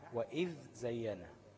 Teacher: الذال من طرف اللسان مع اطراف الثنايا العليا